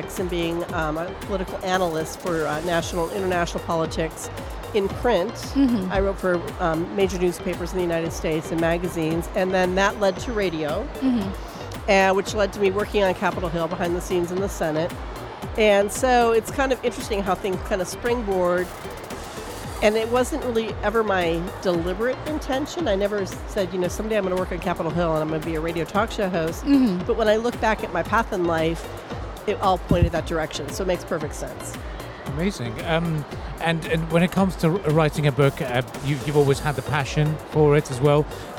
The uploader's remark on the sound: Live from SIBF 2023